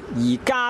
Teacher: 而今变音成为而家咧，实在系因为呢个闭口鼻韵 M 脱落嘅缘故